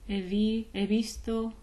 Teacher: It's not really a V, it's not really a B. It's between the like two.